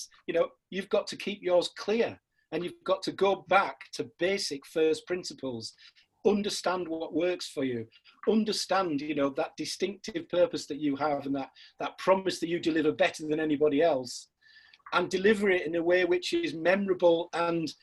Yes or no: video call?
yes